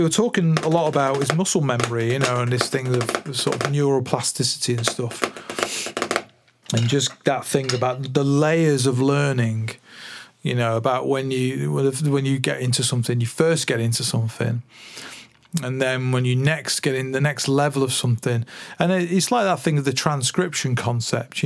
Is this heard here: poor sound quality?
no